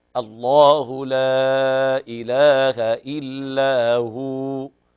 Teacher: يعني كلمة هو ما تقف عليها بالطريقة دي كده حذفت المد. الله لا إله إلا هو، لازم تمد الواو حركتين. أما تقول هو كده الواو ضمت الهاء بس، لكن الواو حذفت منك.